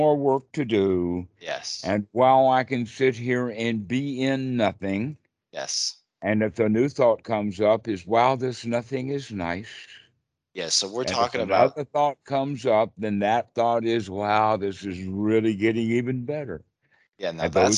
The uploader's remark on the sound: Skype calls on this channel.